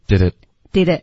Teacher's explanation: 那 did it 的这个 t 的音会省略，就变成 didit · Term: 连读